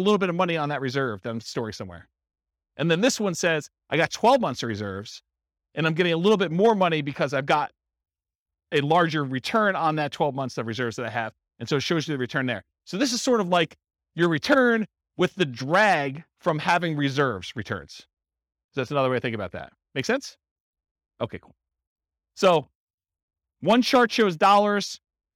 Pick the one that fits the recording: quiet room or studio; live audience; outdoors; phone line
live audience